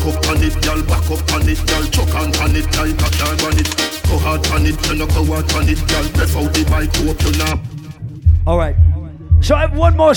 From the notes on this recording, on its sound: Live audio recording of my set at Island Saturdays on Nov 13, 2021.